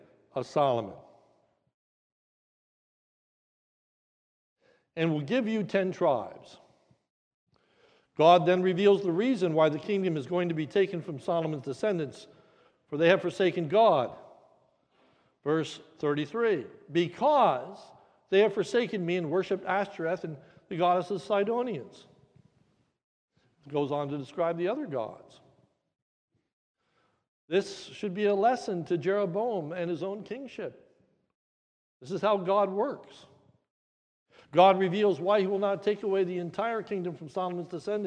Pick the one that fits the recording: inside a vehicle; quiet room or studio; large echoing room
large echoing room